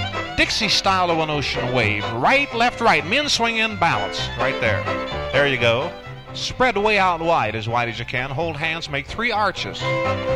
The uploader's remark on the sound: Vintage MWSD Live Dance Recording. This episode is part 2 of his live dance from 1962.